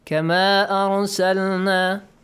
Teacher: Just pronounce the Mad letter. No extension.